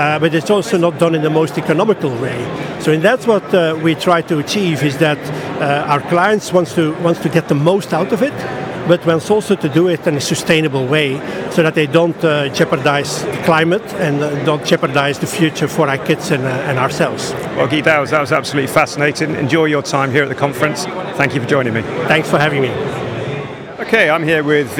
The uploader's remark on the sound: AI and Big Data Expo, Amsterdam. The third and final episode recorded at the AI and Big Data Expo. The event took place at the RAI in Amsterdam on 26th-27th September. We recorded a series of interviews from the Exfluency booth with a number of the speakers and attendees at the event.